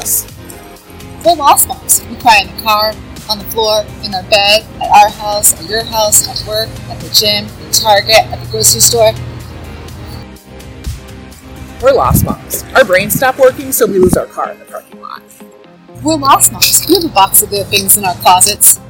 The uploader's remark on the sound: Sorry for the funky audio!